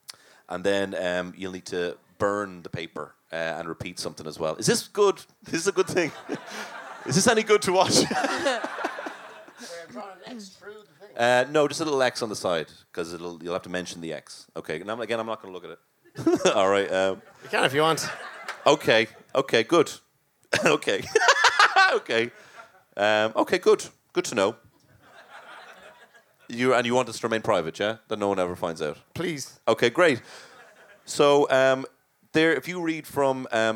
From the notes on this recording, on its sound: That's just the sound of a ghost, and certainly not the delighted crowd who came to this LIVE podcast. Recorded in The Workmans in Dublin.